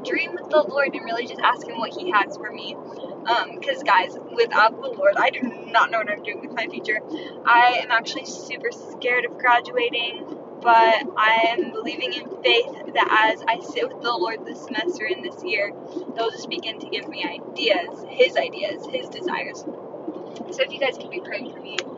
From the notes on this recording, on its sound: Life update in my car. Sorry about the bad audio in this..I was driving.